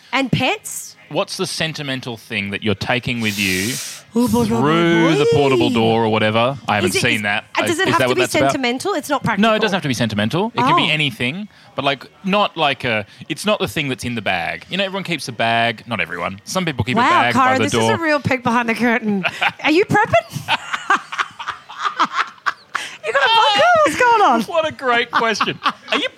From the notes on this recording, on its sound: We're recording heaps of bite-sized episodes live in the green room with the who's who of comedy. Recorded at Comedy Republic.